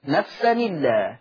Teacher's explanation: يقرأ ورش بالنقل فتصير نون مكسورة